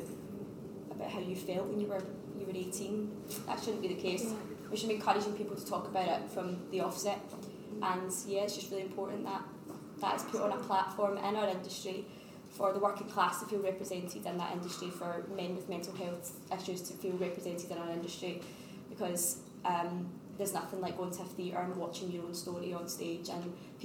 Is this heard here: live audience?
yes